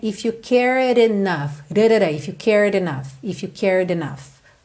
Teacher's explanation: esse D aí que foi adicionado, ele vai aparecer na hora que a gente ligar o care no enough. Então ao invés de termos if you care enough, vamos ter if you cared enough.